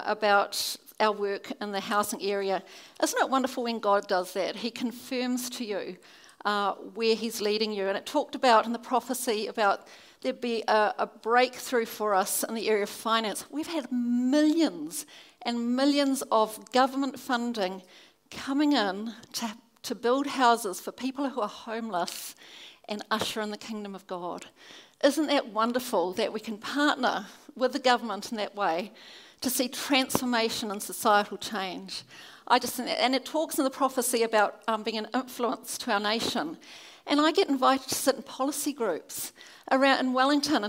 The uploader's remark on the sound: keynote at our Baptist National Hui 2017